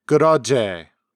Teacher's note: the vowel A is often pronounced as E. So the word pillow or bege is pronounced bige.